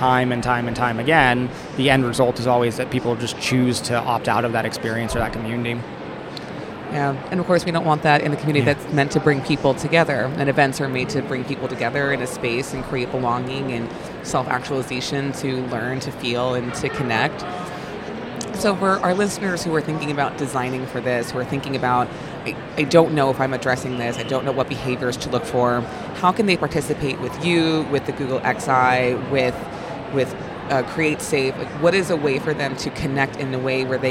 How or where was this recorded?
busy venue